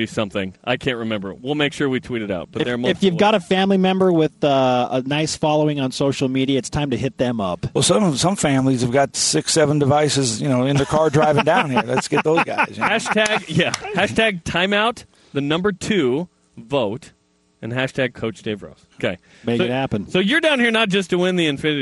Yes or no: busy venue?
yes